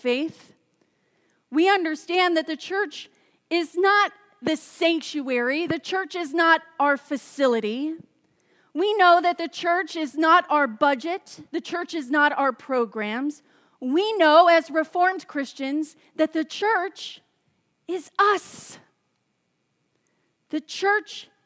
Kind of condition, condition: setting, large echoing room